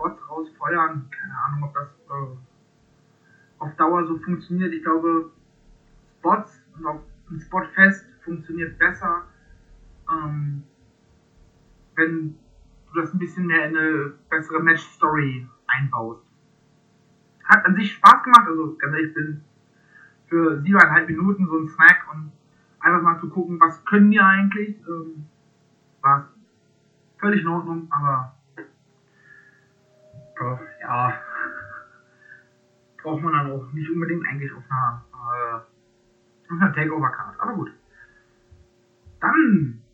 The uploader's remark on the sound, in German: Sorry für die wacke Soundqualität.